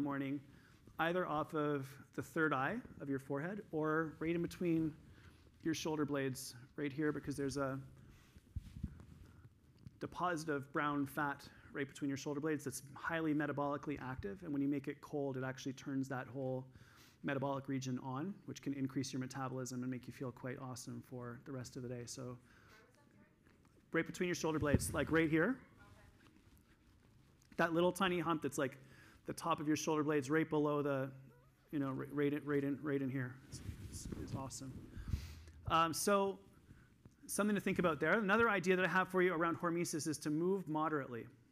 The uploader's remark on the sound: This week I'm sharing the third session that I did at the EPIC Conference in Toronto in December of 2022.